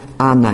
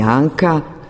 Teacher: N je dental, Nj je velar · Term: Alofon